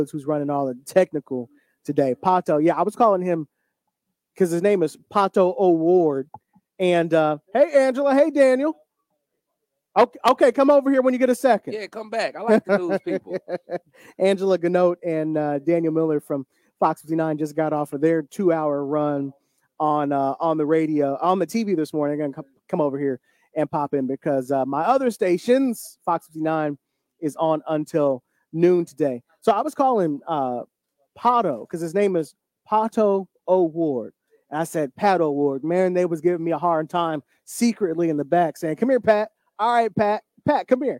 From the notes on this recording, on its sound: LIVE AT THE 107TH RUNNING OF THE INDY 500. We broadcast live from the 107th running of the Indianapolis 500.